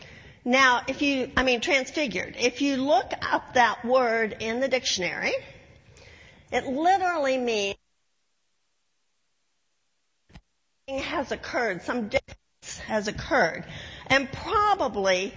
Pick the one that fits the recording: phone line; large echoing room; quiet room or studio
large echoing room